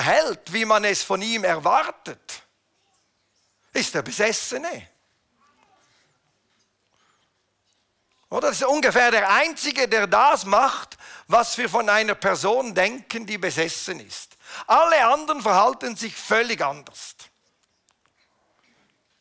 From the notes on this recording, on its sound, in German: Eine Predigt der BewegungPlus Burgdorf